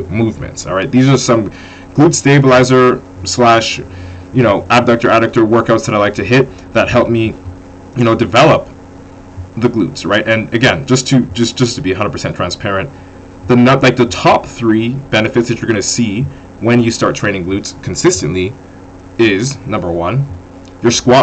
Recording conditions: poor sound quality